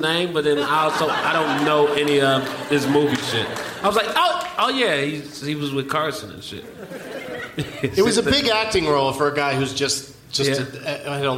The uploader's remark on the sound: Live from the Gramercy Theatre in NYC